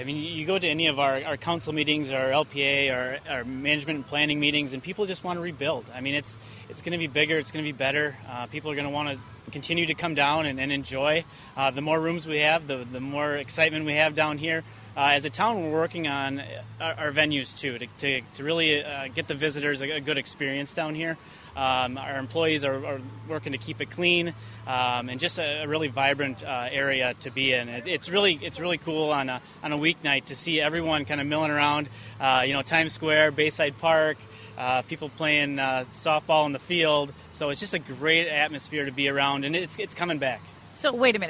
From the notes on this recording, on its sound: While walking the beaches of Fort Myers.